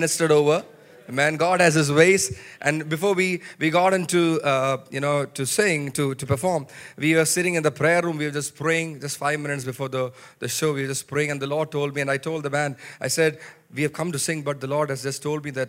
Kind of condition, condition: setting, large echoing room